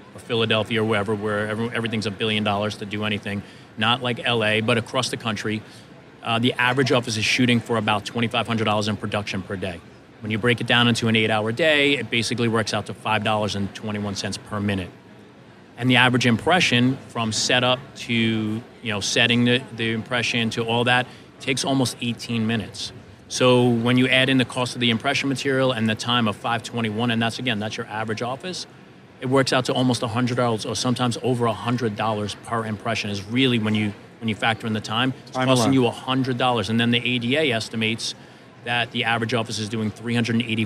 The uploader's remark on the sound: live from the Darby booth at the GNYDM 2019